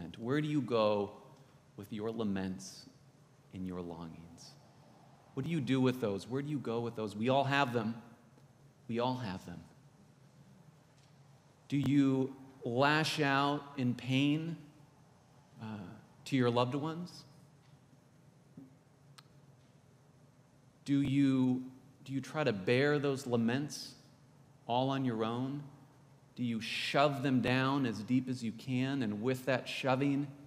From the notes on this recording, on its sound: This is from the podcast, Anchored in Christ, coming to you from Old South Presbyterian Church in Newburyport, MA.